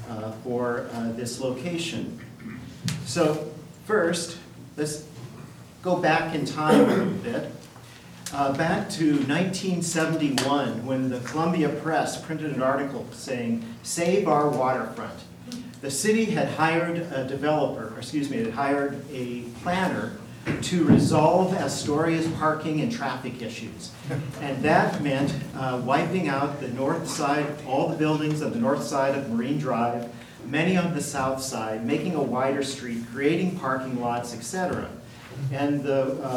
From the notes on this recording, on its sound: Live recording of Astoria City Council, March 4, 2019.